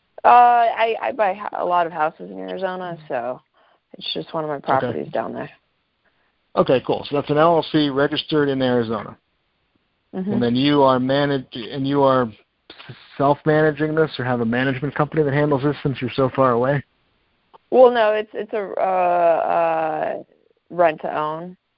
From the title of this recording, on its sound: Gold Club Q&A Call